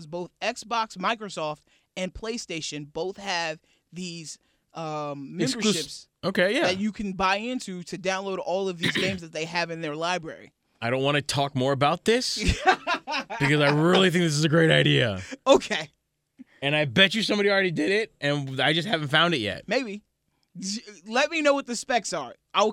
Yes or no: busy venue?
no